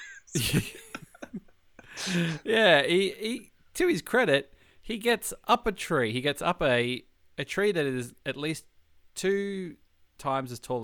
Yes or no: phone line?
no